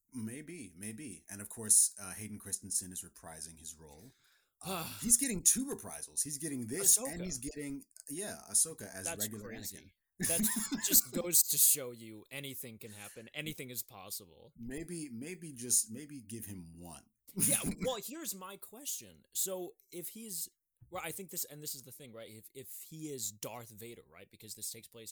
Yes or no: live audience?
no